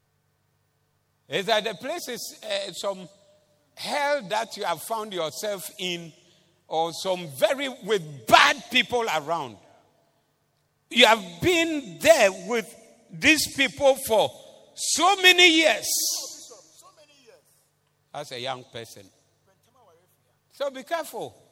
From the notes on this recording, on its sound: Preached at the Doxa Service